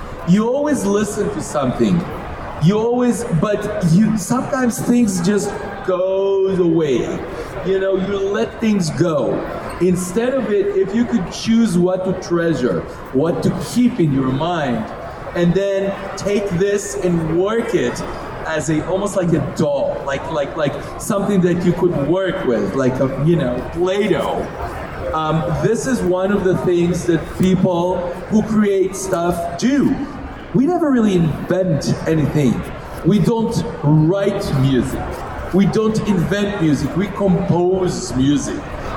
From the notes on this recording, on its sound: In this special episode the guys go to LA Comic Con and interview the composer of the epic starfield soundtrack. They also attend his panel and record it for you all (found at the end of the regular show).